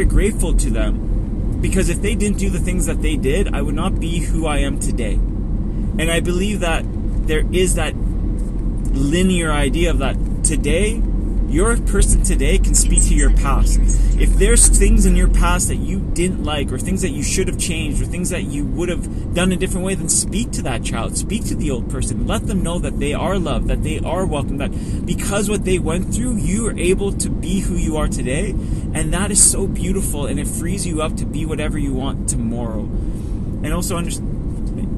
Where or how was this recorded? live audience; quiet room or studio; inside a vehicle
inside a vehicle